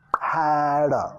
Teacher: Reducido el sonido schwa, vinculando